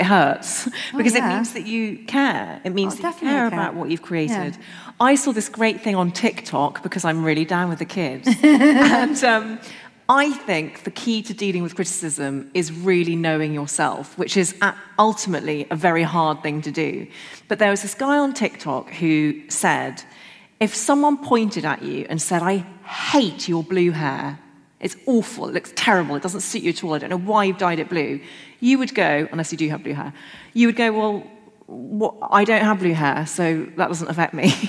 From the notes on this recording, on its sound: How To Fail LIVE. This episode was recorded live at Shoreditch Town Hall.